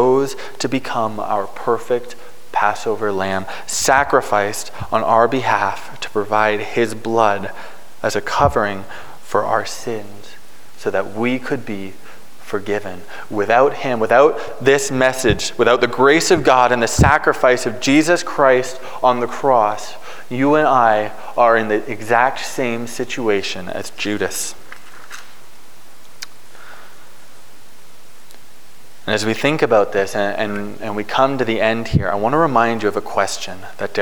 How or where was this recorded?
large echoing room